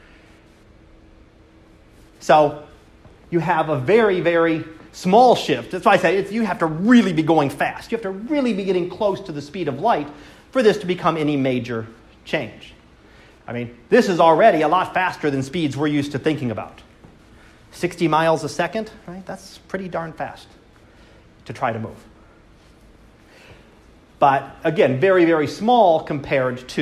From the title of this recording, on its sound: Live Class Lecture